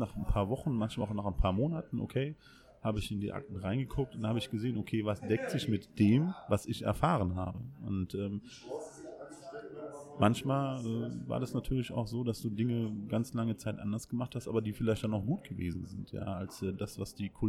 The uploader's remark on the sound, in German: Aufgenommen haben wir den Podcast in einer unserer Lieblings kneipen in Frankfurt.